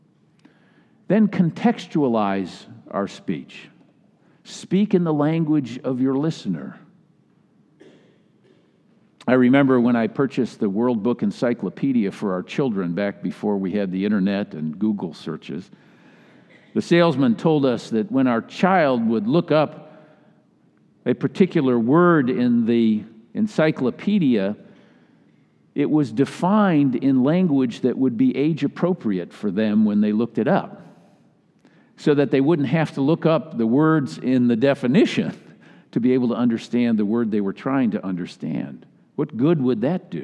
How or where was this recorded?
large echoing room